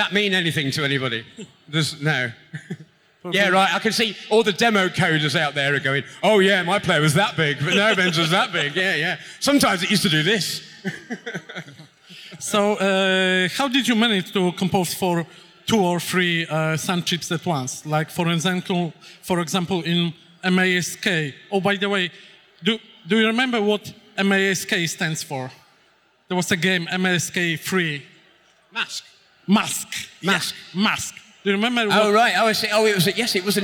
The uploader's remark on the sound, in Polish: Nagranie to jest zapisem sobotniego panelu na scenie głównej festiwalu Pixel Heaven 2016